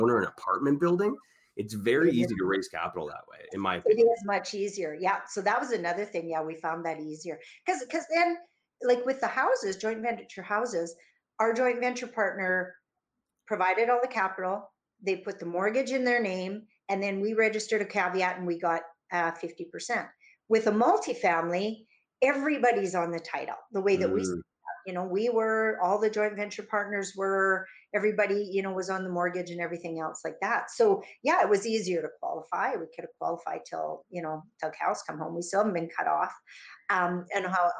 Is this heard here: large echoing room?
no